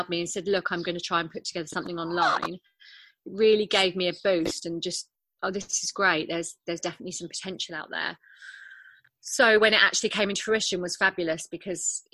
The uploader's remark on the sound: These episodes are recorded over video chat so please bear with us if the sound quality isn’t perfect!